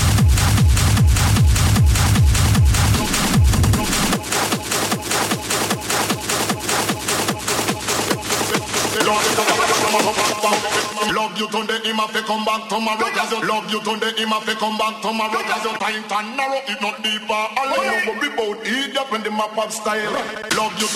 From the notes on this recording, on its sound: BlackStone, Worms [Club Live Set]. Hard Impact Club Live Set.